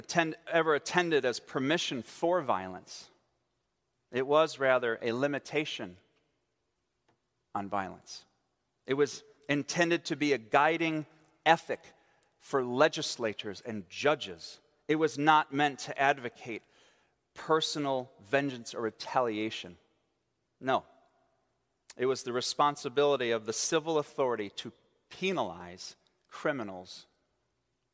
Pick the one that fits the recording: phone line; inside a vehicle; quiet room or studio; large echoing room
large echoing room